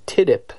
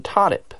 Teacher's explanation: one with a front vowel sound, like the I in tidip, and one with a back vowel sound, like the ah in todip